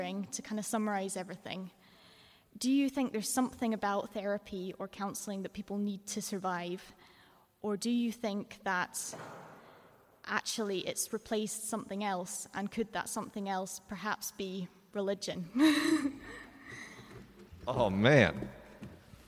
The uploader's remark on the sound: LIVE in Edinburgh, Scotland. This episode was recorded live at Greyfriar's Kirk in Edinburgh, Scotland.